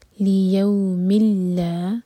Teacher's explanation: ادغام بغیر غنہ کا، تو یہاں پر نون کی آواز بالکل نہیں آئے گی